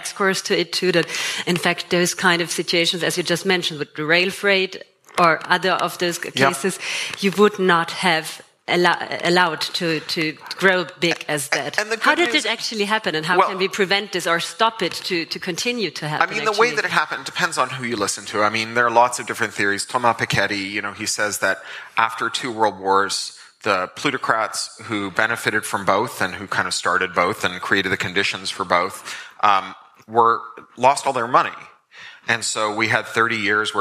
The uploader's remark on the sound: at Elevate Festival 2023